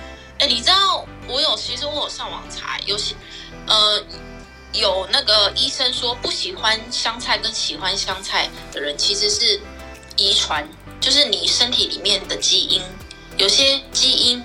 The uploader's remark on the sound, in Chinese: 本集採連線模式錄音。的聲音若有較多雜音或是不清楚請多見諒。